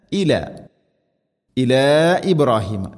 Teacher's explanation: വഅഹിദിന ഇല ഇല ഇബ്രാഹിമ ഈ രണ്ട് നീട്ടലും മദ് മുൻഫസിലാണ്. മദ്ദിൻ്റെ അക്ഷരമായ അലിഫിന് ശേഷം ഹംസ വേറെ പദത്തിലാണ് വരുന്നത്, അതുകൊണ്ട് മുൻഫസിൽ നാലോ അഞ്ചോ ഹർക്കത്തിൻ്റെ ഖദറിൽ നീട്ടാവുന്ന മദ്